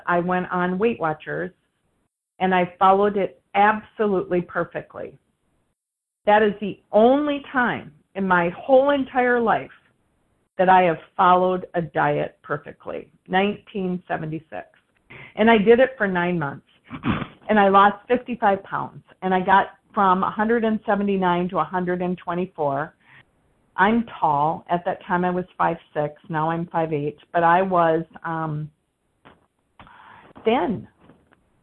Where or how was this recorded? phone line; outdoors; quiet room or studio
phone line